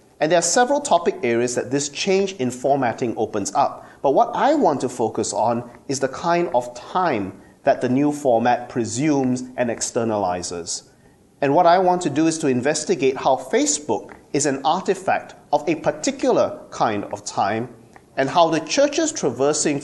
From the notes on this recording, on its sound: At the Theology and Communications Conference 2014 at the University of Santa Clara, California